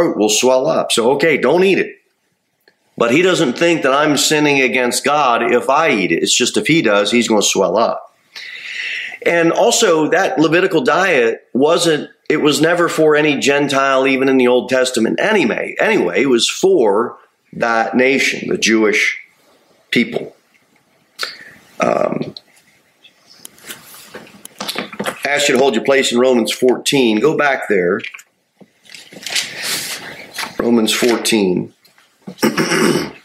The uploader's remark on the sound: Sermon delivered at Pilgrim Baptist Church on Thursday, November 9, 2023, at 6:15 pm. Jere Whitson Rd.